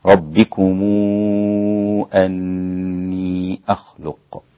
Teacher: وورش يشبع ست حركات لأن بعدها همزة